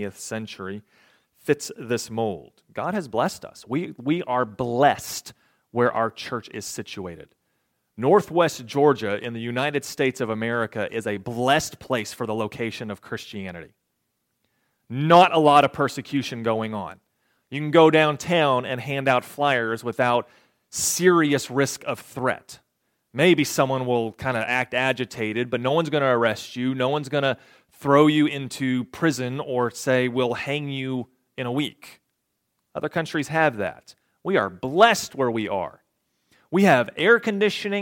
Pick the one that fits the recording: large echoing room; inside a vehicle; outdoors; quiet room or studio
large echoing room